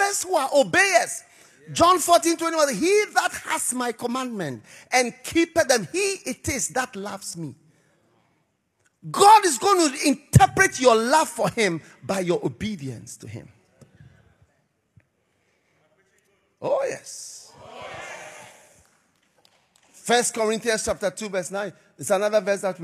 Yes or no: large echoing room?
yes